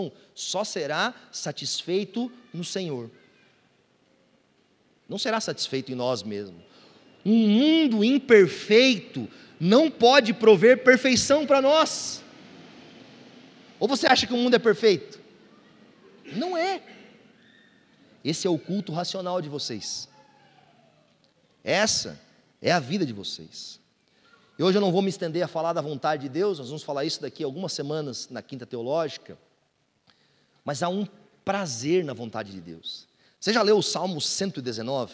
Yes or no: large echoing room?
yes